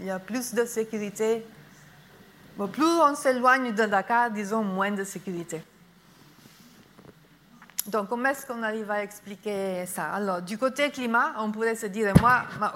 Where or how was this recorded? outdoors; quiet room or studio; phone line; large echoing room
large echoing room